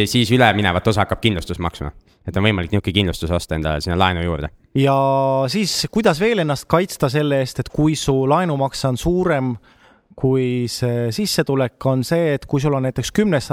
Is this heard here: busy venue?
yes